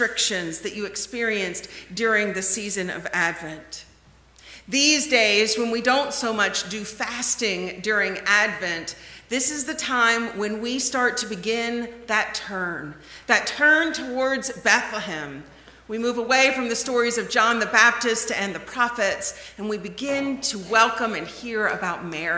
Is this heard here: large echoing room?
yes